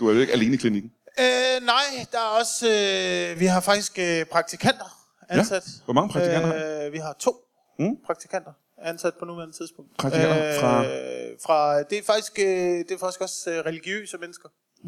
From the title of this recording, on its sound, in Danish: LIVE fra Aalborg